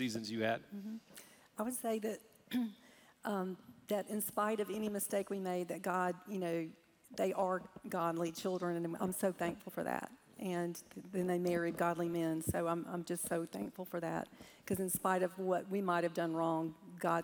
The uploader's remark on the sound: Recorded Live at Brookwood Church.